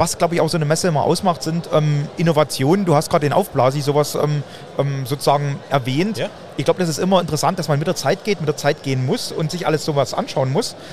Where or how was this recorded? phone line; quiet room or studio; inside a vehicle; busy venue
busy venue